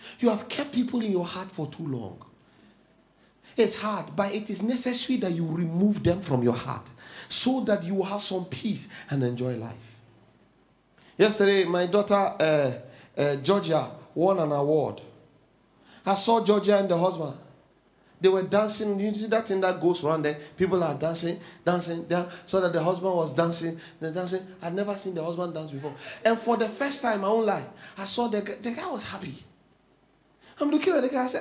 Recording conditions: large echoing room